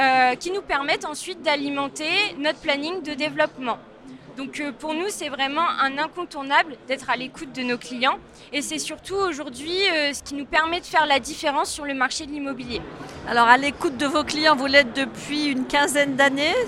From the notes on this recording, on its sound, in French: Cet épisode a été enregistré en live du RENT.